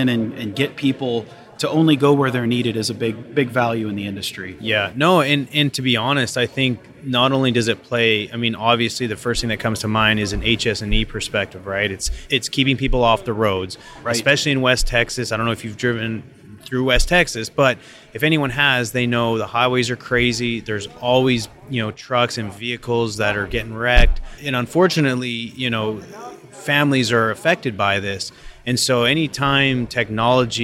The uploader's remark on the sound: At the Rockwell Automation fair in Houston Texas.